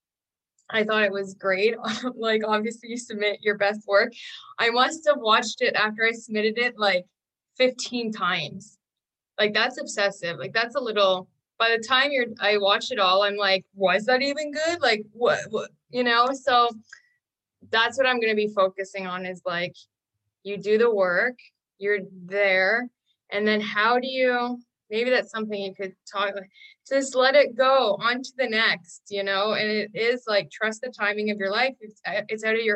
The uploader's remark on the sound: In this excerpt, from one of our weekly Live Zoom calls with the 10,000 NOs Insiders Community